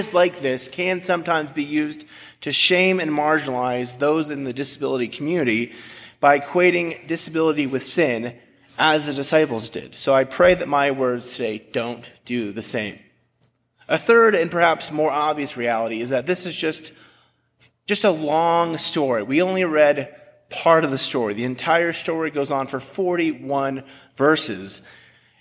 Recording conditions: large echoing room